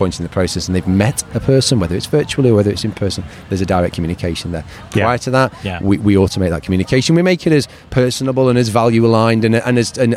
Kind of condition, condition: setting, busy venue